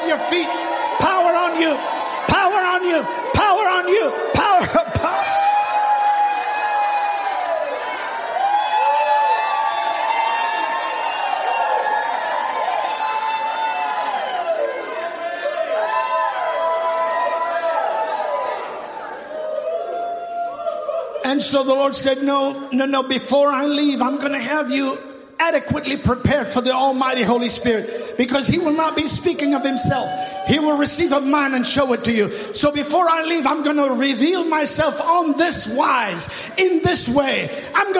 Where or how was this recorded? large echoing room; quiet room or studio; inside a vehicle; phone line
large echoing room